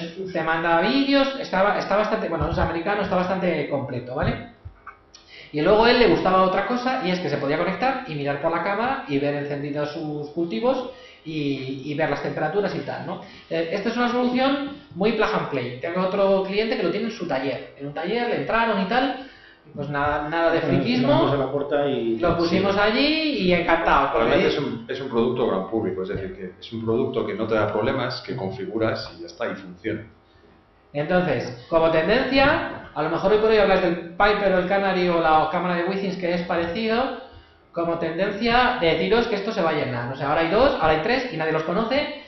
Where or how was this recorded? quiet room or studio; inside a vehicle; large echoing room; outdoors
large echoing room